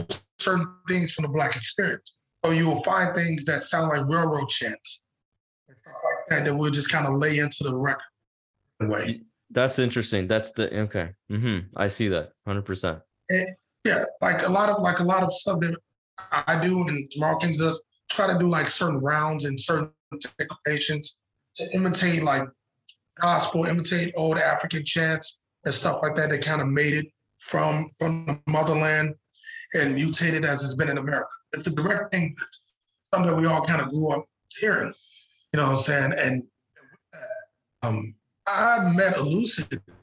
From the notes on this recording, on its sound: Internet connection was choppy, so excuse the questionable audio quality.